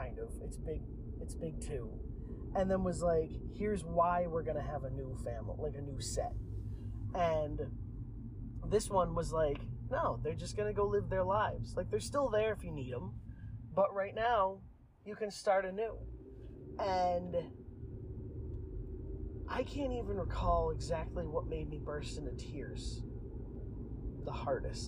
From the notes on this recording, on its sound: I struggled with this audio a LOT. I wanted to make a fun intro and outro, but every time the audio would mess up again.